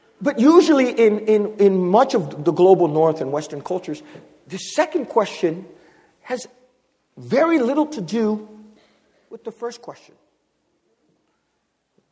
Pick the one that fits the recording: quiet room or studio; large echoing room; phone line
large echoing room